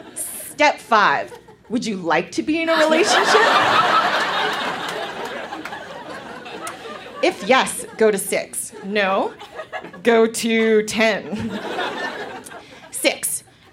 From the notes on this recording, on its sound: (Calgary). Recorded live in Calgary, AB.